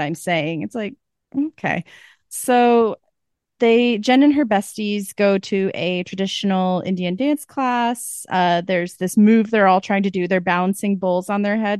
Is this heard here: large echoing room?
no